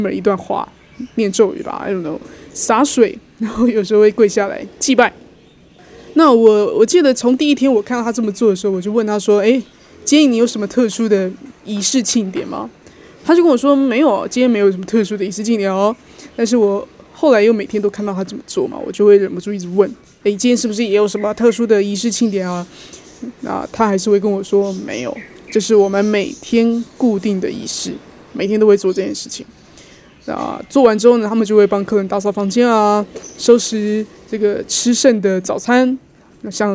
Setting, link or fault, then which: setting, outdoors